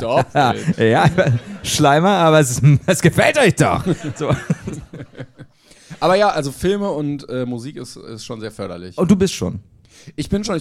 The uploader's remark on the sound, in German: LIVE in Köln.